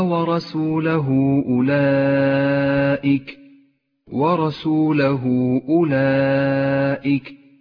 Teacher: المد الثاني هو المد المتصل، في كلمة أولئك يمد خمس حركات وجوبا